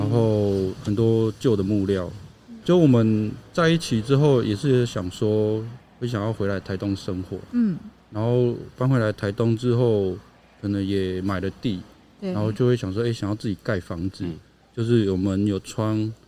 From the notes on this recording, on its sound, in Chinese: 本集因戶外錄製偶有環境音干擾，敬請見諒！